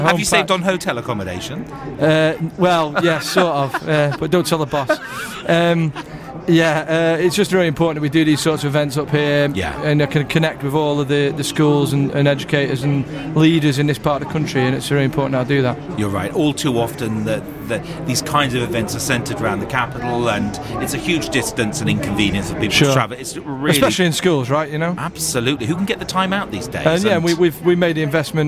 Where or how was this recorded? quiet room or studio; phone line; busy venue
busy venue